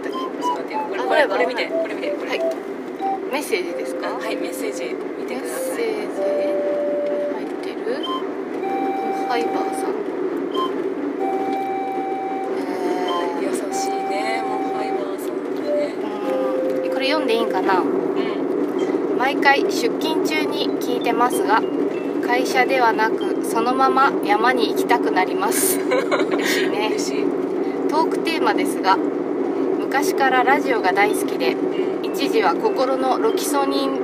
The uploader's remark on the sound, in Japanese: 山より、雑音すごいですのでご注意ください！騒音だな。